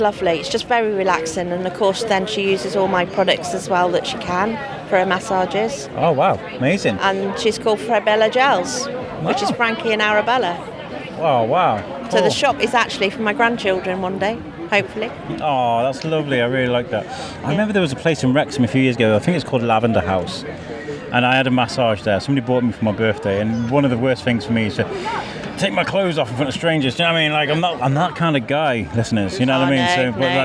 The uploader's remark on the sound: Shrewsbury Food Festival. Walked the whole festival for 2 days gathering interviews.